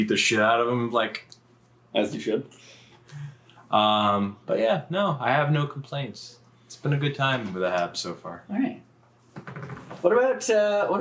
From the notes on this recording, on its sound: In Person. Apologies if the audio isn't what it normally is.